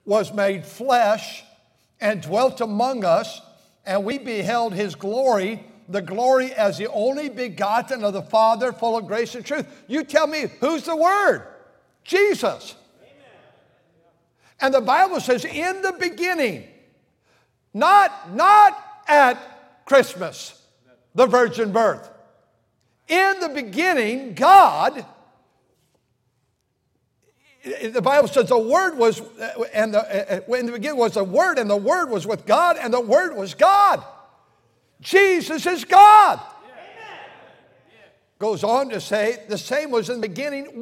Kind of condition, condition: setting, large echoing room